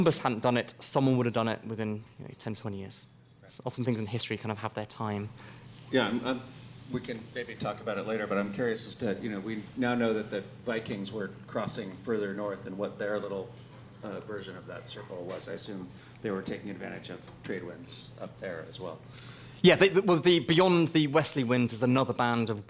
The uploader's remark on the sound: The Long Now Foundation's “Conversations at The Interval” Salon Talks. These hour long talks are recorded live at The Interval, our bar, cafe, & museum in San Francisco.